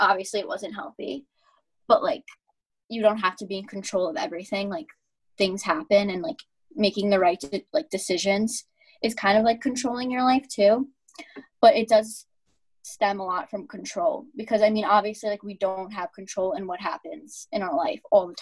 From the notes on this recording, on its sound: In this Roxboro House Roundtable, sponsored by Thomas Jefferson University's Arlen Specter Center. A zoom roundtable.